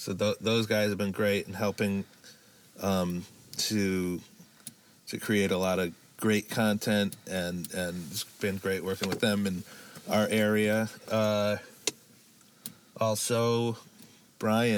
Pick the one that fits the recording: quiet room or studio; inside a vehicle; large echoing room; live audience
inside a vehicle